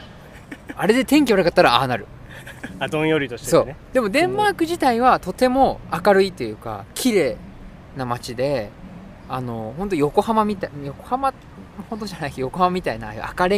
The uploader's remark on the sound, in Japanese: ツキイチ焚火ラジオ in ドイツ。ドイツで青空公開収録。